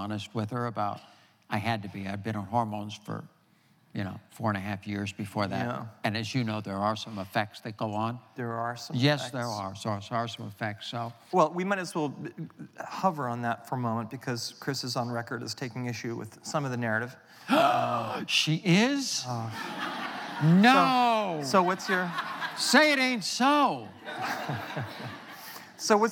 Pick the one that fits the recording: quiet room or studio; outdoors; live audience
live audience